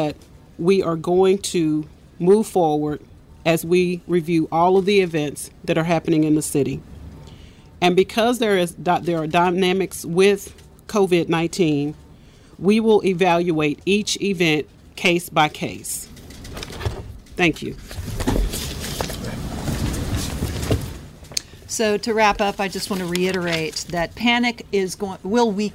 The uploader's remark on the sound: full press conference